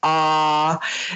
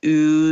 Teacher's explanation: that tight smile E all the way to that open doctor sound ah, and then we're going to go back up to a rounded oo sound. But there's there has to be space to do that. · Term: vowel valley